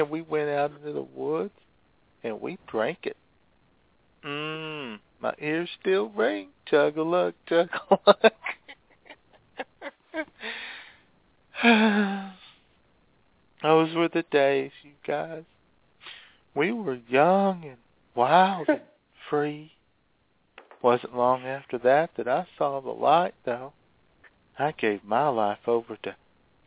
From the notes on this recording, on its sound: your phone calls on this week’s IWS Radio Show